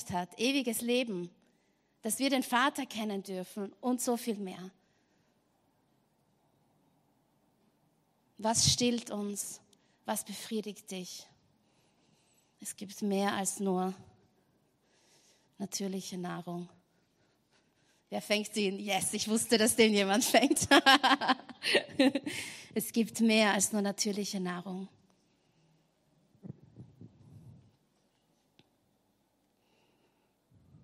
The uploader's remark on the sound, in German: Gottesdienst live aus der LIFE Church Wien.